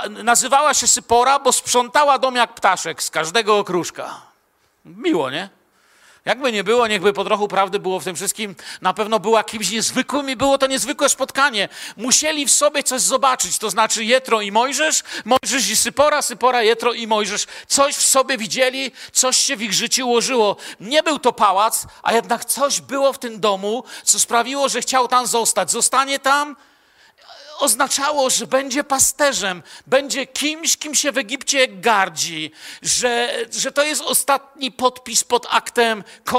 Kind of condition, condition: setting, large echoing room